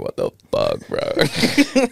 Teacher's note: you just vocal fry it out